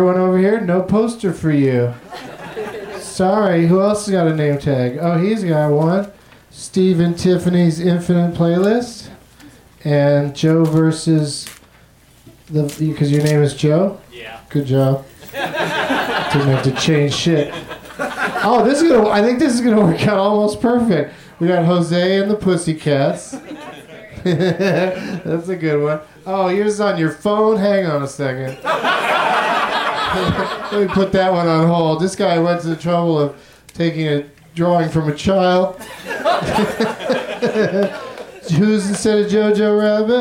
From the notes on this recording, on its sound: Live from the UCB Theatre.